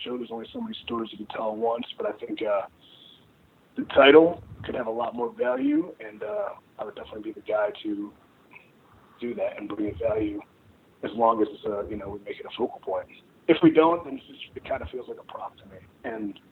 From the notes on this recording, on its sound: Wrapped their weekly media call not long ago. We just released the full audio from the call.